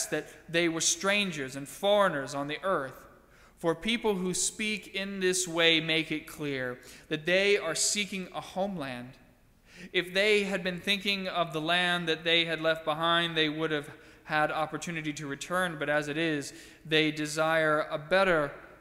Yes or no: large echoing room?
yes